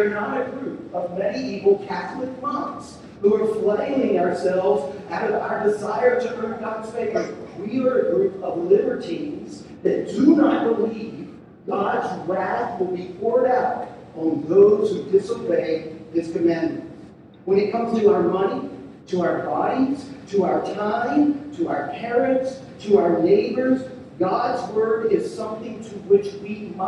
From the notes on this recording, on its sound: We're sorry for the poor sound quality.